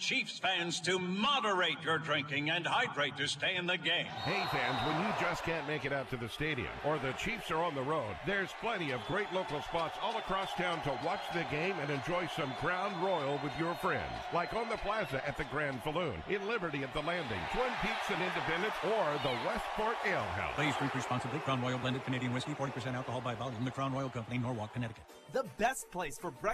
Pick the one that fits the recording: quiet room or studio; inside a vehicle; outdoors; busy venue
busy venue